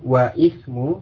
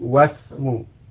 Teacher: hamzah pada ismu itu tidak diucapkan, tidak dilafazkan, tetap tertulis tetapi tidak diucapkan, sehingga membacanya langsung ke huruf sinnya · Shown in: second take · wasmu. Jadi bukan wa'ismu, tapi wasmu.